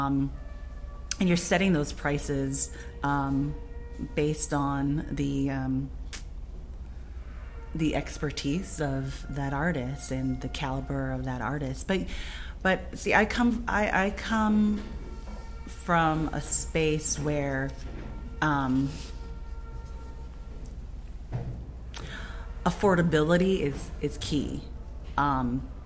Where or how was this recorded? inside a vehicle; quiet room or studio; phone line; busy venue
busy venue